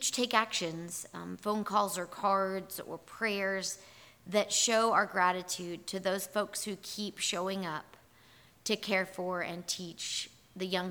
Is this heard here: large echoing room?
yes